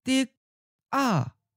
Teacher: Dig sounds like an eighth tone to me, so it follows the normal tone change rules. · Term: eighth tone, high stop